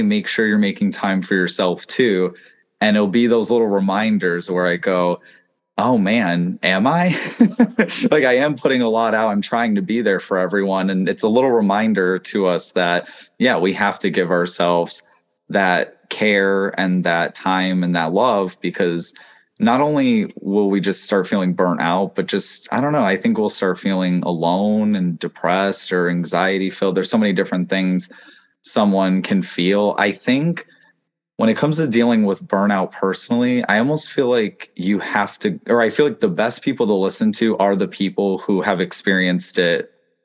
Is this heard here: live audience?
no